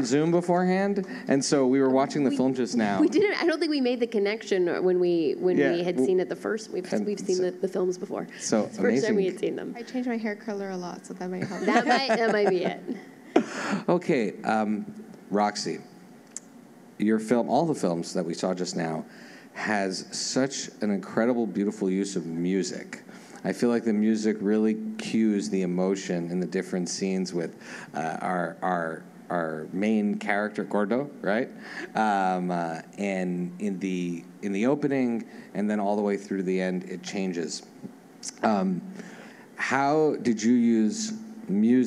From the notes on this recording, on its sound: As part of University of Arizona’s SXSW Movie Night night. In front of a packed live audience.